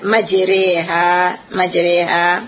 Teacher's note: Dia bukan baris atas penuh baris atas, dan dia bukan juga baris bawah penuh baris bawah, tetapi dia adalah condong antara baris atas dengan baris bawah · Term: imalah